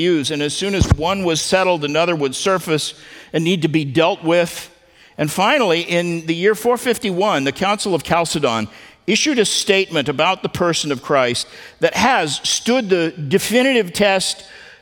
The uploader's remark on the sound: at the Founders "Remember Jesus Christ" national conference in Southwest Florida